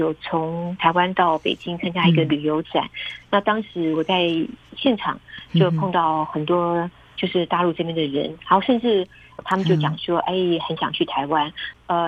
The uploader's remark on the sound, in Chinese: 連線訪問中央社駐北京記者